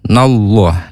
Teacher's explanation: dibaca tafkhim jadi o, tapi o nya tebal. Loh, loh panjang dua harokat, makanya kalau harokat berdiri itu panjangnya dua harokat sama dengan mad tabi'i ya.